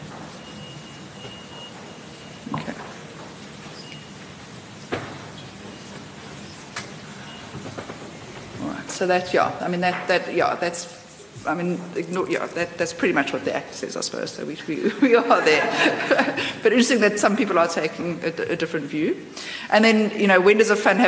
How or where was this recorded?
large echoing room